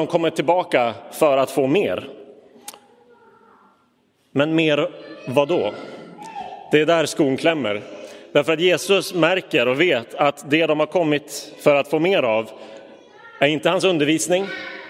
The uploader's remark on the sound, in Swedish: Inspelad i Roseniuskyrkan den 6 november 2022.